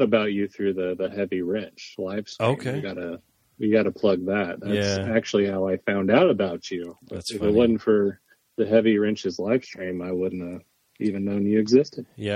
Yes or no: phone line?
yes